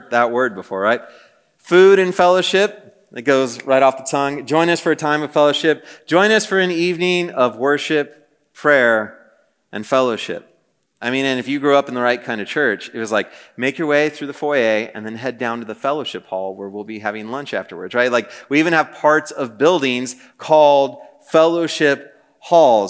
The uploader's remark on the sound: Message preached on June 1, 2023 at a Thursday Night Gathering of Coram Deo College Ministry.